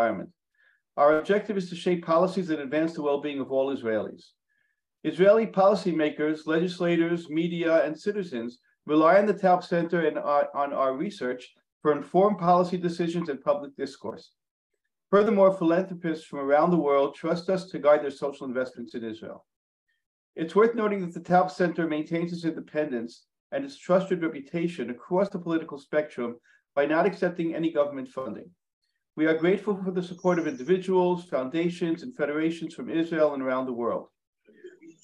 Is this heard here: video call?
yes